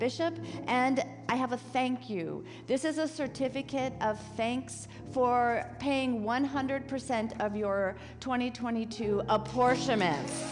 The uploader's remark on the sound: This week's service, recorded live on October 15, 2023. If you want to join us in person, we are located at 12550 Van Nuys Blvd.